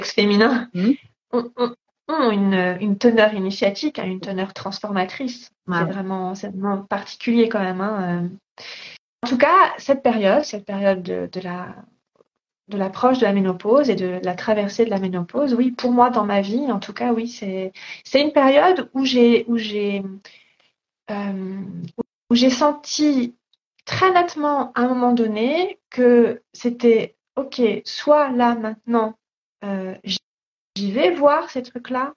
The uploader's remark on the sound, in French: il s'agit d'une rediffusion d'un live Instagram